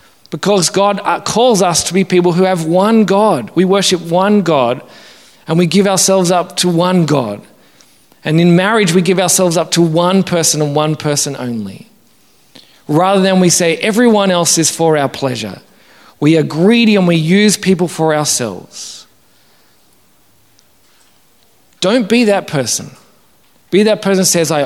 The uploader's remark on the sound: Originally preached at St Matthew's, Wanniassa in September 2022.